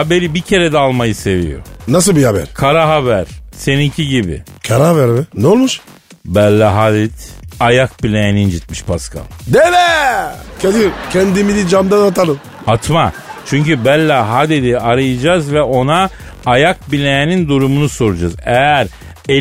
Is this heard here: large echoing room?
no